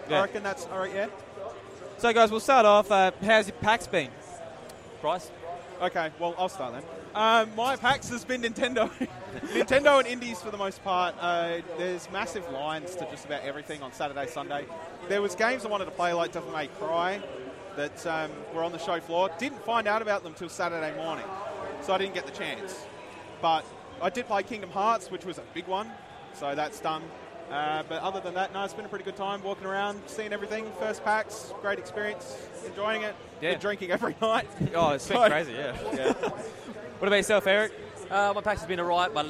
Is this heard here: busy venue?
yes